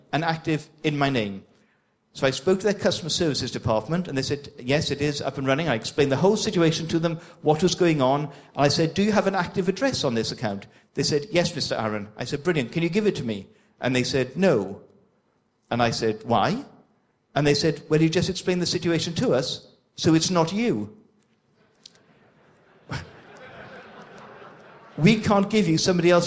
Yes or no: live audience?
yes